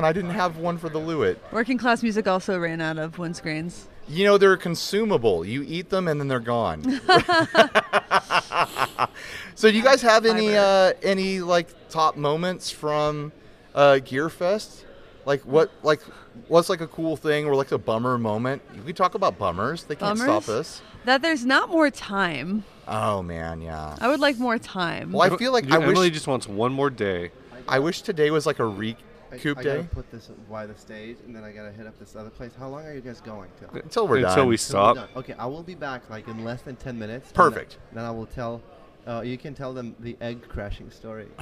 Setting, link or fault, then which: setting, busy venue